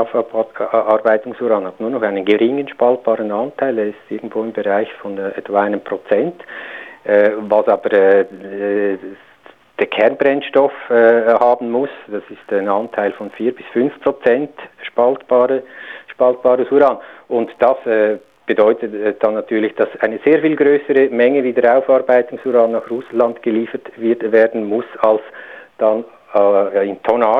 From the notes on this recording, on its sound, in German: am Telefon